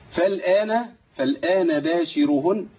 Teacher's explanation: بنتقل من الفاء اللام على طول لان الهمزه واصل · Term: همزة وصل